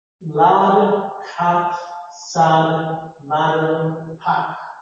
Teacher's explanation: my pronunciation has a nasalization that is typical of American English. We speak with a nasalized voice.